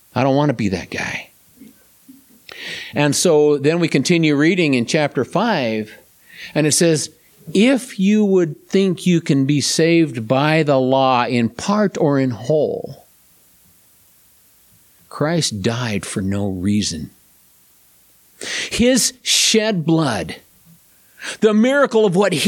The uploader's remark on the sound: This presentation was delivered at River of Life Church, Tremonton, Utah